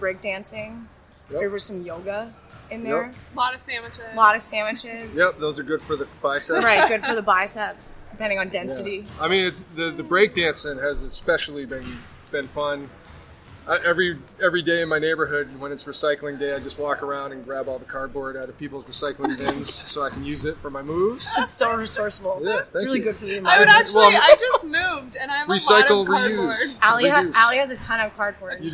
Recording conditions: busy venue